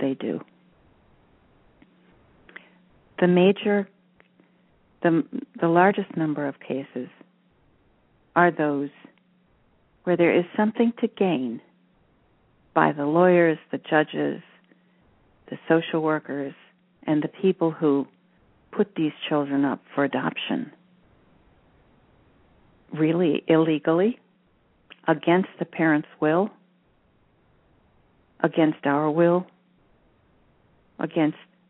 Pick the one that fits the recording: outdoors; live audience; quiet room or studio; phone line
phone line